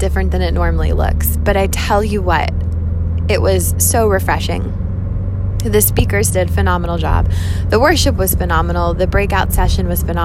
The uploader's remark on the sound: Catch up in the car with me